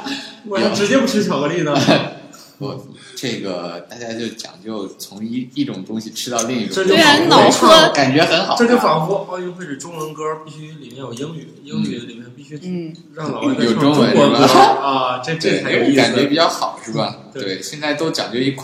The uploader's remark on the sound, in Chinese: 本期节目为新设备第一次录制，回音感较强，还请原谅。